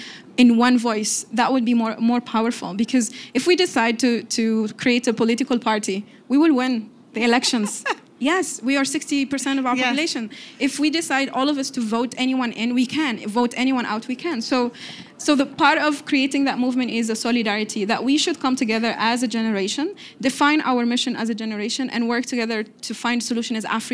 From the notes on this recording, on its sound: All interviews were recorded in front of a live audience at the 2019 Nairobi Summit, where more than 10,000 people gathered to demand, and work towards, gender equality. For engineering & recording live in Nairobi, Kenya.